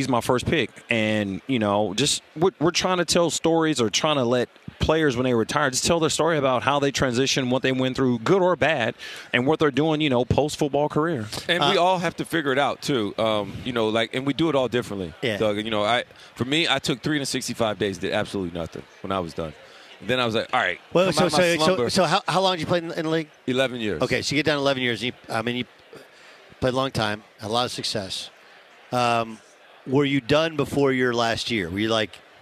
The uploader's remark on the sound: live on the final day of Radio Row in Phoenix ahead of Super Bowl 57!